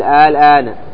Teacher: اللام ساكنة في الوصل والوقف. آل آنا، الآن هي فقط وحدها فيها مد لازم مخفف كلمي، قد وقعت مرتين في سورة يونس، هذه فقط.